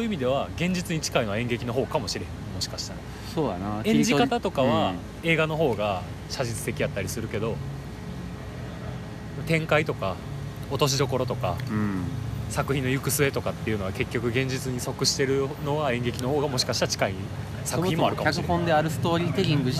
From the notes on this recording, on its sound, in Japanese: 居酒屋が復活するとのことで、アフタートークはそこで収録しよう！気付けば高瀬川沿いで。